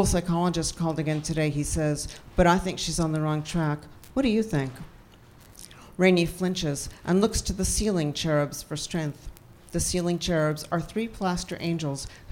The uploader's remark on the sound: On Stage at Housing Works Bookstore Cafe. We've got clips from our events.